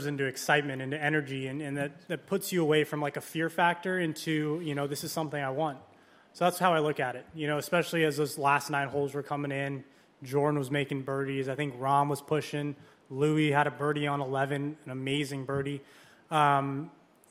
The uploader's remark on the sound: broadcasts live from the 149th Open Championship